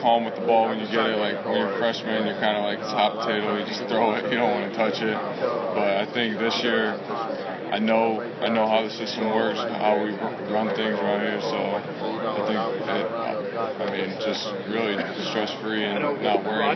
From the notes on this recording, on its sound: from this year's Big East media day at Madison Square Garden